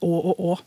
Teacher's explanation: Uh, altså, Man har hørt fra man var en neve stor at å er infinitivsmerket, og og binder sammen to elementer. Men når vi snakker sammen, så høres de helt like ut.